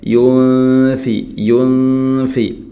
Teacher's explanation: നൂനിനെ അവ്യക്തമാക്കി മണിക്കണം. സാക്കിനായ നൂന്നിന് ശേഷം ഫ വരുമ്പോൾ ഗുന്ന ചെയ്യണം. പക്ഷേ ഈ ഗുന്ന പലപ്പോഴും ഇദ്ഗാം രൂപത്തിൽ ആവുന്നതാണ് പ്രത്യേകമായിട്ടും ശ്രദ്ധിക്കേണ്ടത്. · Term: ഇഖ്ഫാഉം ബിഗുന്ന